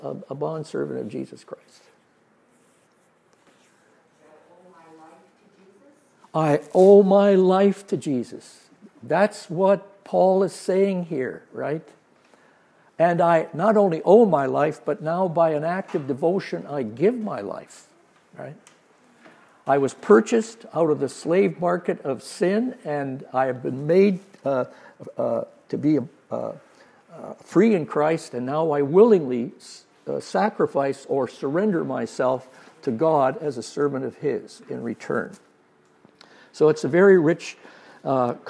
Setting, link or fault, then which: setting, live audience